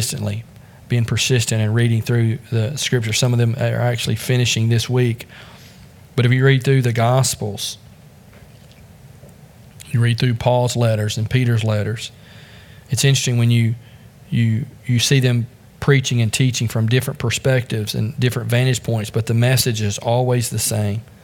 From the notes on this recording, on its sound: Join us from the pulpit of Beaver Baptist in Brighton, Tn.